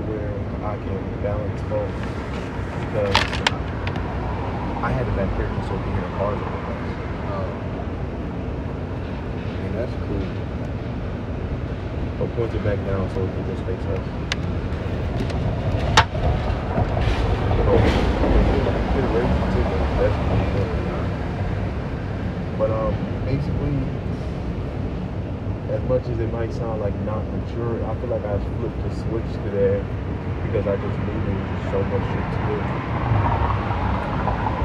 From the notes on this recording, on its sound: In this episode we were outside in the elements (balcony) with a smooth chill pod at the end of the day.